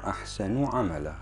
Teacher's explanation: لا بالنسبة إلى ضمة أحسن لا تشبع أحسن هكذا. إذا أشبعت الضمة تكون واو. إنما تقصر